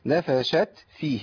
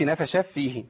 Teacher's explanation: التاء عندي ساكنه، لا برضه لابد من اظهارها وبيان الهمس اللي فيها · Shown in: first take